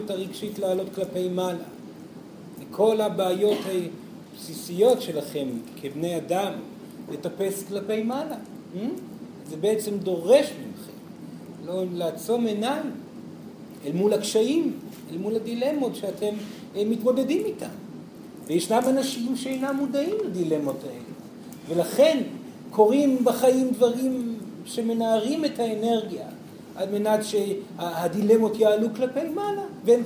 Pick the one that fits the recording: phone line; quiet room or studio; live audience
live audience